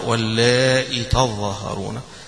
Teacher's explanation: واللائي بالكسرة فيها والمد اللي هو الوسط فيقرأ واللائي تظهرون